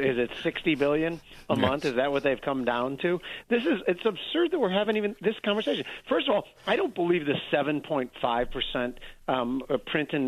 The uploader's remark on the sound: call into the show